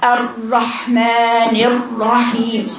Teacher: ما بيوصلش في المخرج، وبعض الناس بتقرأها ازاي الرحمن الرحيم خطأ، بتقفل المخرج كله، بتقفل الجزء كله، فبيطلع حرف الراء شديد